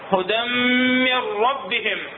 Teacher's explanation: نون ساكنة زائدا أحد الحرفين يا إما اللام يا إما الراء. شي يساوينا حرف واحد مشدد بدون غنة · Term: إدغام كامل